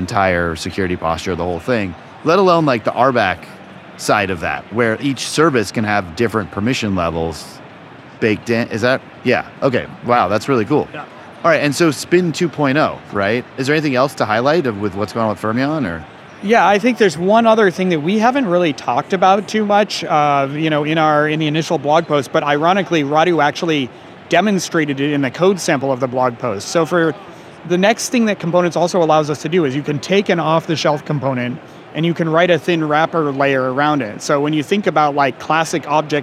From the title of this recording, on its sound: Live From KubeCon 2023